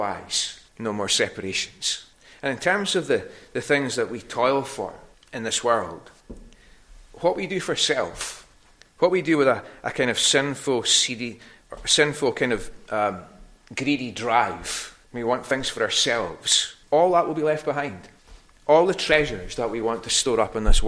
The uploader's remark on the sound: recorded at North Harris Free Church on the evening of Sunday, 22nd October 2023